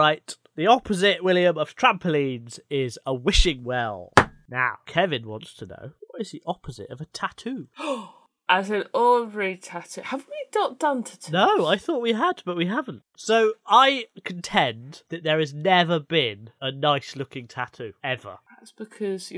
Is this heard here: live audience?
no